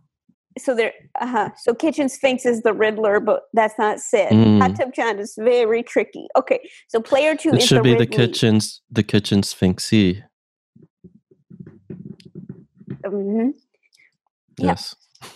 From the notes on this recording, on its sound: Play listener-created games with callers via Zoom!